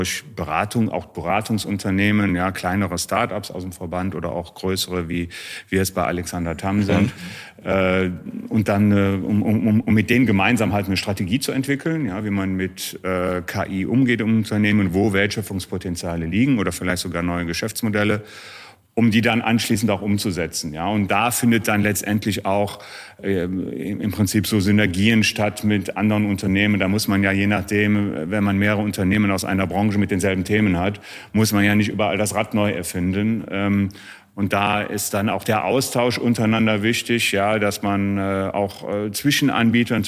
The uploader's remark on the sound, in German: Das Besondere: Diesmal nicht nur mit Ton, sondern auch mit Bild! Wir haben Folge #16 live beim MCC Kongress – Insurance Today & Tomorrow in Düsseldorf aufgenommen und direkt gestreamt.